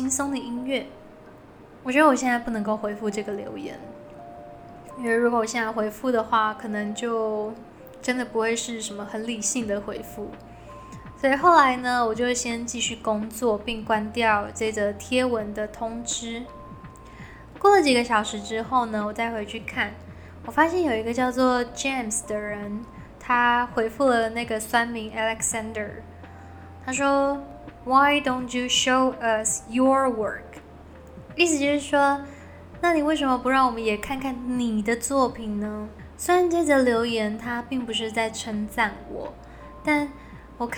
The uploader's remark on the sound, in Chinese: 本集換了個場所錄音，比較多雜音，敬請各位聽眾見諒